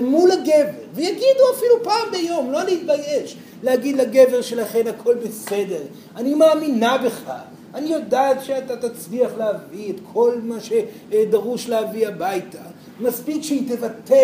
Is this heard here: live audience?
yes